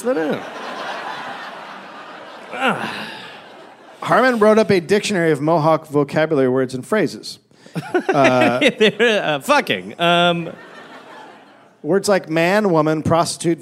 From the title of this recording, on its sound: Live in NY